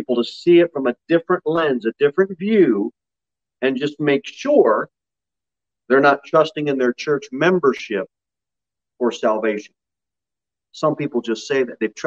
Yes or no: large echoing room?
yes